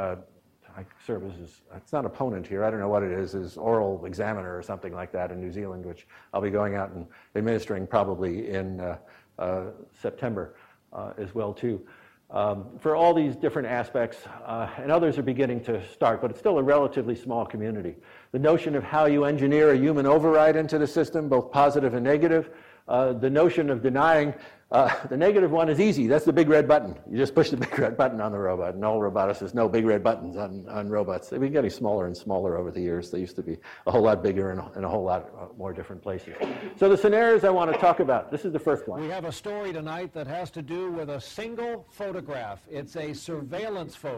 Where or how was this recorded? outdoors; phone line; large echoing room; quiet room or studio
large echoing room